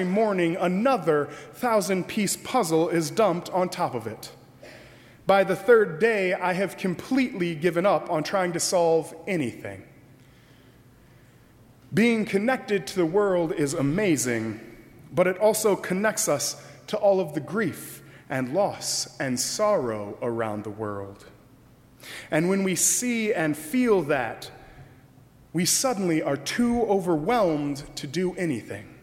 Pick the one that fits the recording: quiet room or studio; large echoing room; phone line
large echoing room